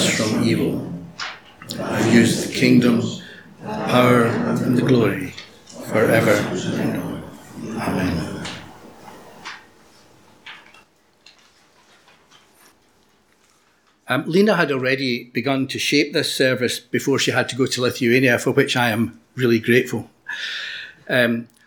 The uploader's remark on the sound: Audio podcast of morning service